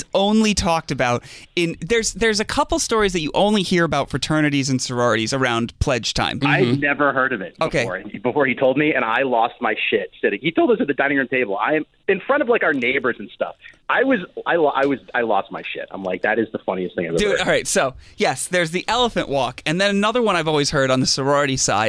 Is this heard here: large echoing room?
no